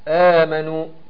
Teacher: ده صوره المد البدل بيمد مقدار حركتين